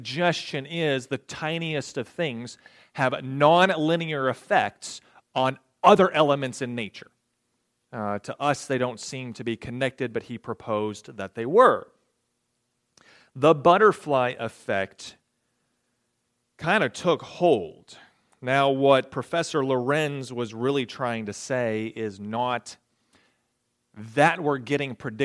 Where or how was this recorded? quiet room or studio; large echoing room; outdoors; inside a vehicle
large echoing room